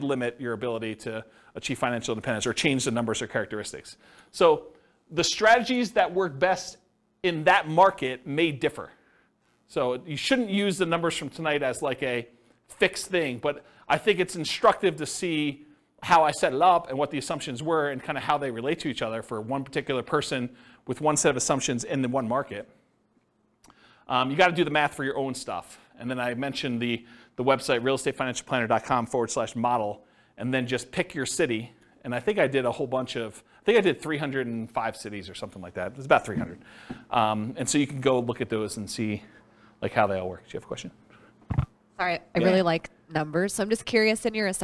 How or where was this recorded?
live audience